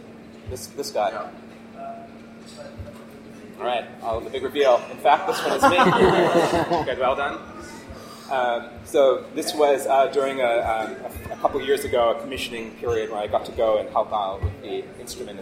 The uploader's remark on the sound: Listen in to the recording of YSA Melbourne's Science Cafe